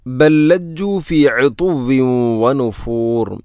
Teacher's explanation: ഒന്നാമത്തെ ലാമിനെ രണ്ടാമത്തെ ലാമിലേക്ക് ഇദ്ഗാം ചെയ്യുന്നു, കൂട്ടി ലയിപ്പിച്ച് ഒതുന്നു.